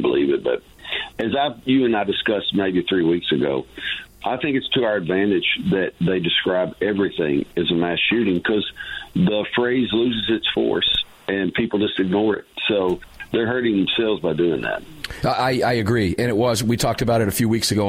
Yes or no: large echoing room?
no